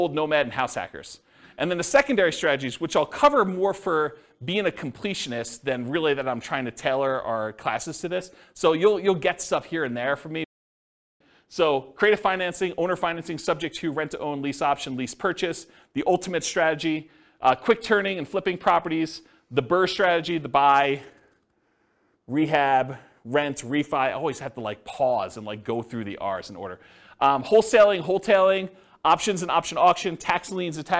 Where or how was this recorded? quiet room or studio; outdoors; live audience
live audience